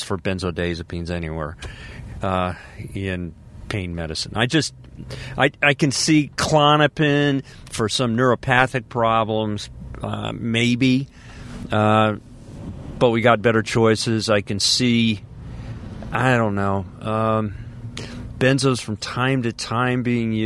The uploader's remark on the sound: I"m Podcasting in my car, from the coast.